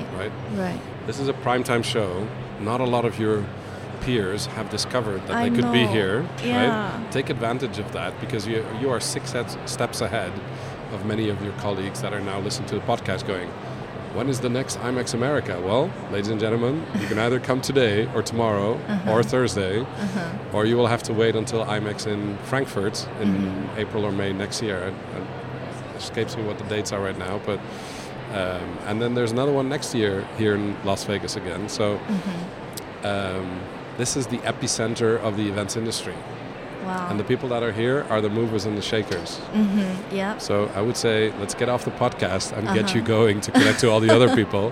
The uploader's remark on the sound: Live from buzzing and immersive IMEX 2023 in Las Vegas, USA. IMEX America is the largest trade show in the US for the global meetings, events, and incentive travel industry.